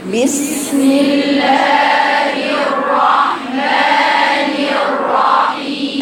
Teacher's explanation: عدم جريان مراعاة جريان صوت السين لأن في السين فيها صفة رخاوة يجري صوتها والصفير وصفة الصفير فيها.